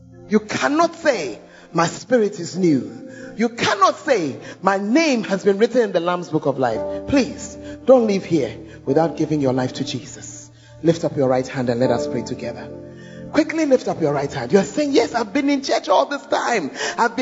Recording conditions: large echoing room